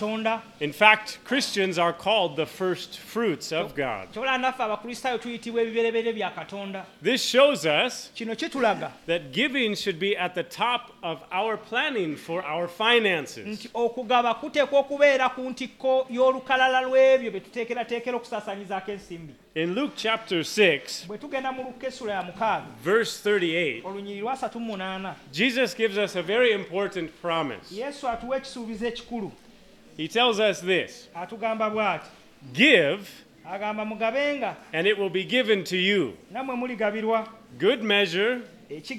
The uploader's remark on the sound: at Lubumba Community Church on Sunday, February 25 2024